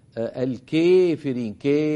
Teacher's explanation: يقولون الكافرين ك إمالة كبرى، أما ورش يقول ك ك.